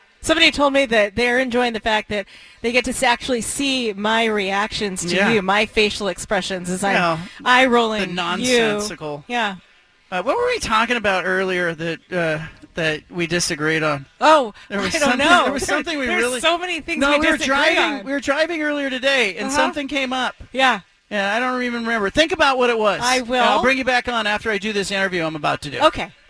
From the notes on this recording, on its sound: at the BFT live broadcast from Killer Burger in West Linn